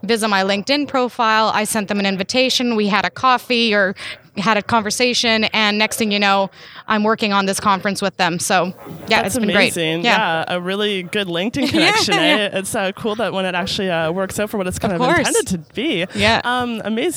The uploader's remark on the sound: the Startup Canada Podcast Show attended the SaaS North Scale-up Conference, Canada’s largest SaaS conference